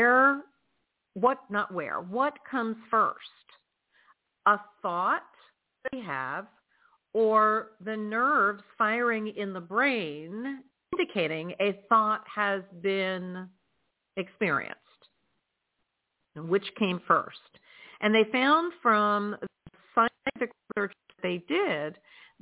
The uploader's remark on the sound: in response to callers' questions